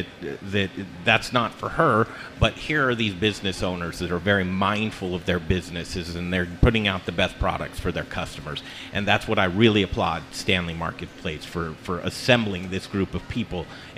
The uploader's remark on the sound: Live from The Stanley Marketplace! This amazing marketplace is built in an old airplane hangar and has more than fifty locally owned businesses.